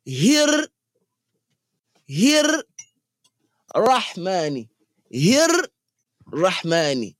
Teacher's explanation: when ra has shadda, there are two ra's there in reality · Term: ra with shadda